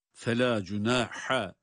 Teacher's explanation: ha da boğazın ortasından çıkan bir harf